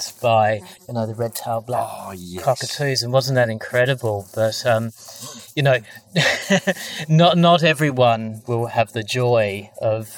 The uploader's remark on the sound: It also happened to be a windy day with quite a bit of ambient sound, affecting the quality of the recording. This episode was recorded on site at the Yakamia forest with our trusty portable recorder. It also happened to be a windy day with quite a bit of ambient sound, affecting the quality of the recording. There is always a trade off with the intimacy of being 'live' with the unpredictable nature of sound recording, so we acknowledge the ‘rawness’ of this episode.